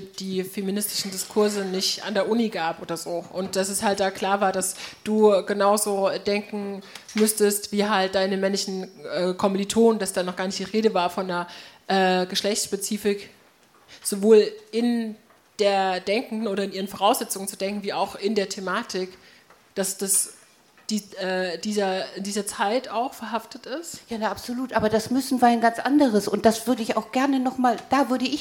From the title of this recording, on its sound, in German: Publikumsdiskussion